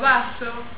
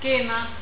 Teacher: estas combinaciones de bra, cla, siempre se omite la consonante líquida. La consonante líquida es la R o la L, ¿sí?